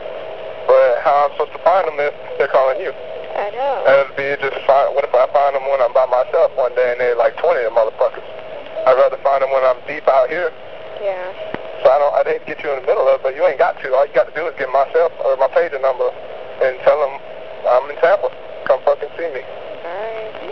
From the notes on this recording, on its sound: Prank Phone Calls Collection